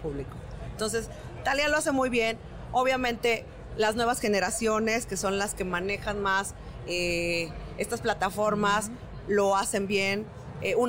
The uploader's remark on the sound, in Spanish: Grabado en el stand de Output Podcast en el IAB Conecta 2019.